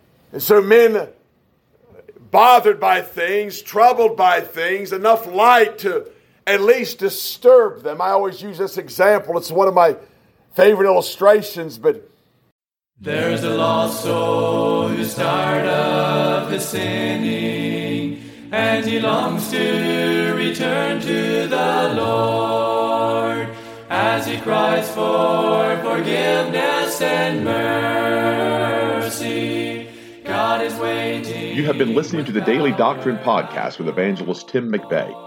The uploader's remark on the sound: This is our first test of the new podcast that we are working on. A message preached at Shippensburg Independent Baptist Church in July of 2021.